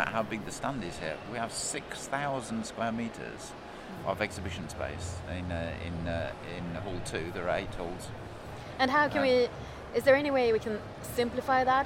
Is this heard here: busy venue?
yes